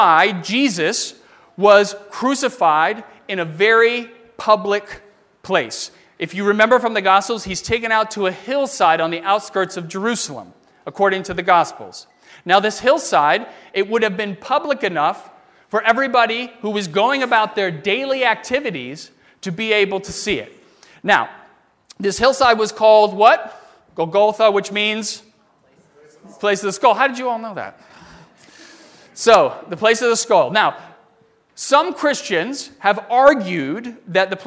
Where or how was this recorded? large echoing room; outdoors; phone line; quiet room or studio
large echoing room